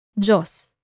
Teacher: Filipino people don't say the D-I-Y as D, but read it as J.